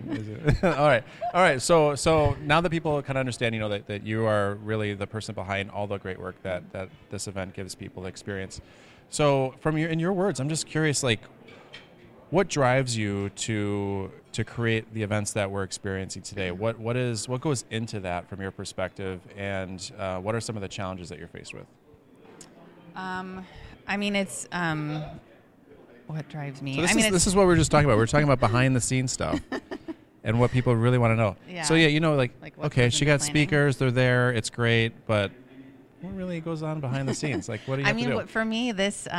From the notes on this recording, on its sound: LIVE FROM NYC – Social Media Strategies Summit 2019. This week’s Influence Factory episode was recorded LIVE at the 2019 Social Media Strategies Summit in New York City.